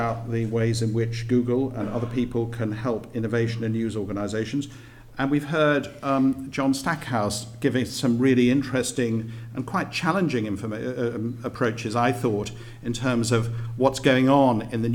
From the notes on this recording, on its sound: Panel debate at the 30th Anniversary Reunion of the Journalism Fellow Programme.